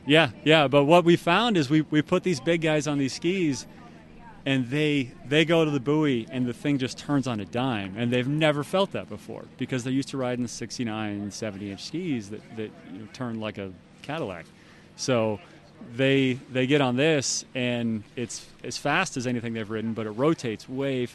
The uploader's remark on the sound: This was recorded at the Syndicate Hilltop Pro-Am Slalom Tournament.